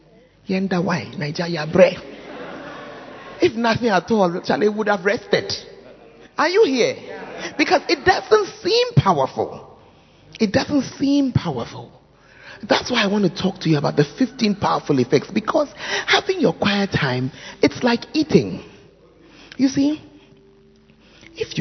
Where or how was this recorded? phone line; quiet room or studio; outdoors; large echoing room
large echoing room